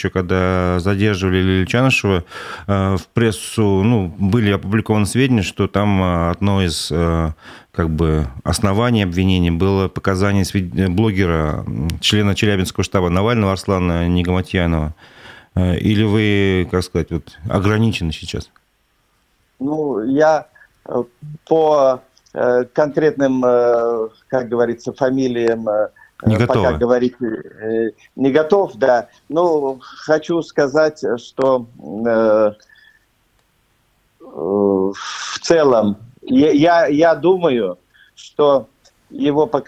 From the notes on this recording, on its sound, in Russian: По телефону.